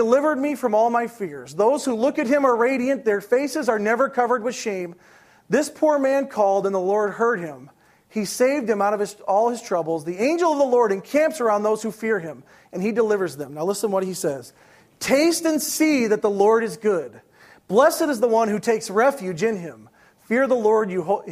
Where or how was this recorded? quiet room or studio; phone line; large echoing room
large echoing room